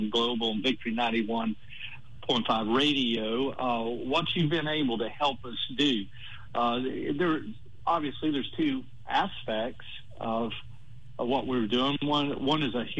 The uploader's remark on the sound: During Victory Partner Days. On the phone from Hungary.